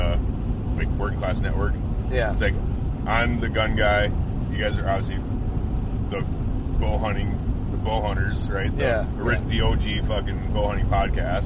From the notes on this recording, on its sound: While on our way down to Tennessee. I love doing these road trip podcasts, but they are definitely not studio quality.